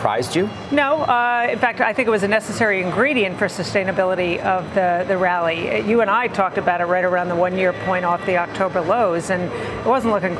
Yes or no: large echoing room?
no